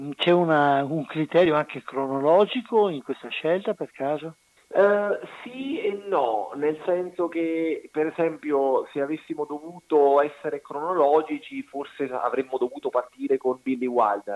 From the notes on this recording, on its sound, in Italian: In studio. Al telefono in diretta.